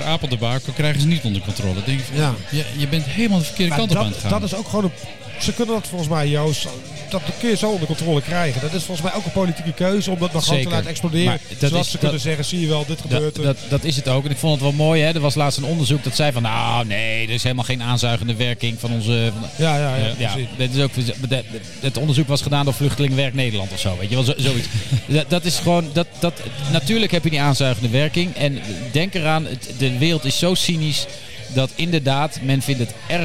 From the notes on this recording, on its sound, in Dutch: Live opgenomen in Dinercafé Soestdijk, alwaar de inmiddels beroemde … de redactie rijkelijk voorziet van bier.